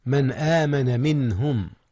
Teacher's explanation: إظهار النون قبل الهمزة، قبل همزة آمن